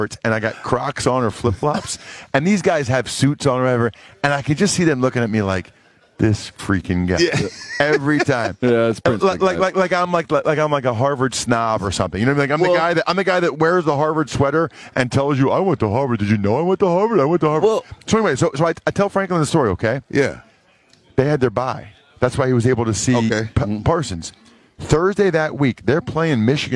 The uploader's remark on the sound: joins R&R from Radio ROW in Boston for Army-Navy